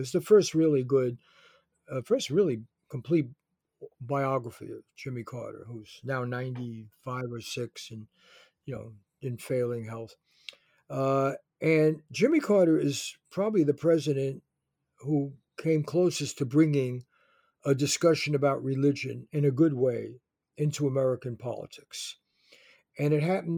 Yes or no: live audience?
no